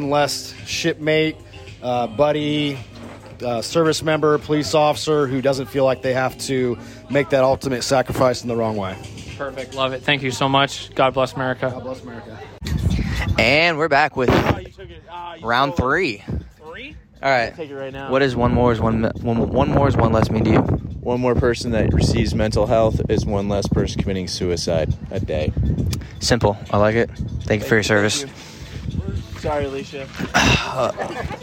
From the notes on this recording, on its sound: Recorded via our cell phones as we were on a boat during our deployment overseas. This is not the best audio whatsoever.